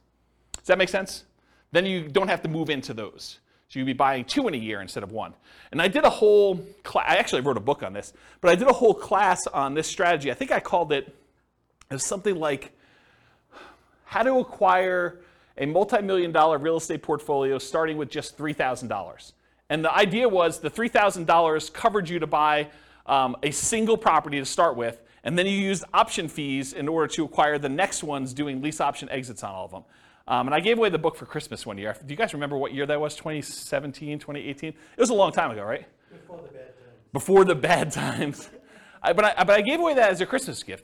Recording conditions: live audience